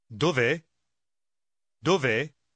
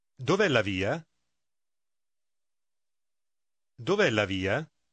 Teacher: Теперь послушайте, как слово «где» объединяется со словом «есть» в вопросе «где есть», «где находится».